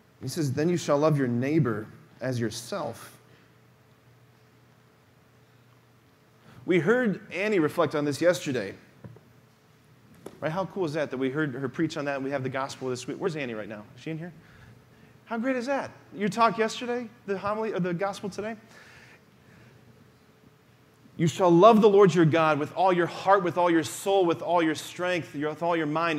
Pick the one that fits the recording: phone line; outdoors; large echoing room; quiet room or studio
large echoing room